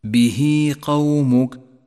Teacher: المثال التالي على الصلة الصغرى عند قوله تعالى: وكذب به قومك، به قومك، جاءت هاء الضمير وقبلها متحرك وبعدها حرف غير الهمزة. يمد مد الصلة الصغرى حركتين